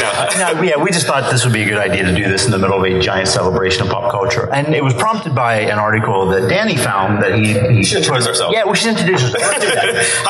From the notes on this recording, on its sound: Live from Wizard World Pittsburgh!